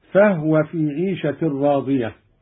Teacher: أسكن الهاء أيضا قالون